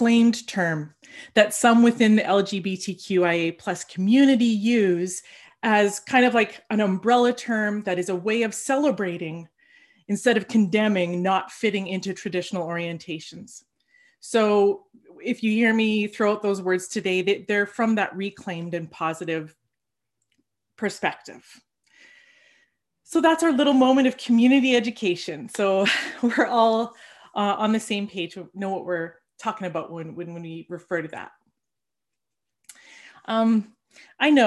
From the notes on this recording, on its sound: For our zoom gathering this week